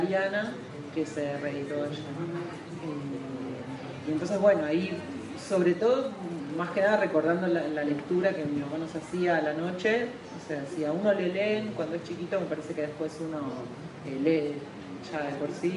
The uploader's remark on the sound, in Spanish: Audio registrado en el Parque Bustamante de Santiago de Chile en noviembre de 2014